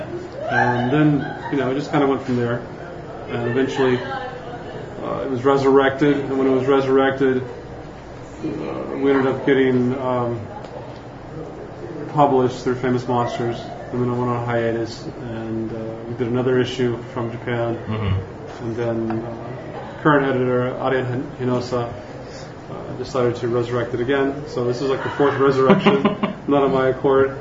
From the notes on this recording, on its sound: Live from the Monster Attack Team launch party in San Diego California.